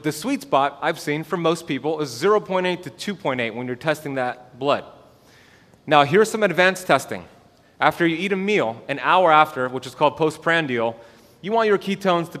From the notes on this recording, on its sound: This is the full lecture recorded at The BioHacking Congress, Miami, Florida October 2021.